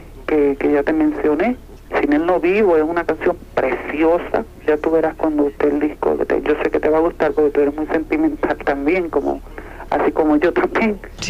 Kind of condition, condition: link, phone line